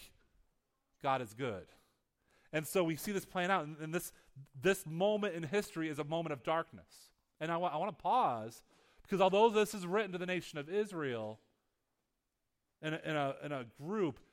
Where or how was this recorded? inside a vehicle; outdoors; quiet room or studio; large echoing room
large echoing room